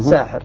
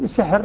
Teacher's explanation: بفتح السين مع ألف بعدها ساحر، والباقون بسحر بكسر السين بدون ألف